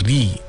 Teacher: kalau ra tu di baris bawah kan bunyinya ri, dia bukan re. Jadi maknanya setiap baris bawah itu akan dibunyikan dengan i, dia bukan e.